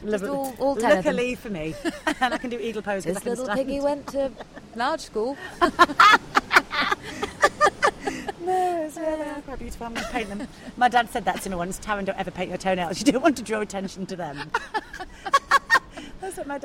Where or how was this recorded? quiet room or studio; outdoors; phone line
outdoors